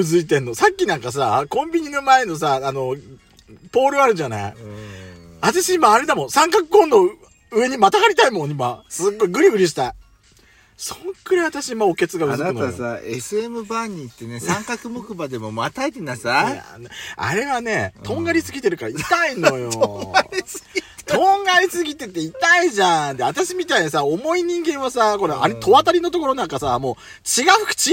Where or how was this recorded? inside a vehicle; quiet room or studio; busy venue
inside a vehicle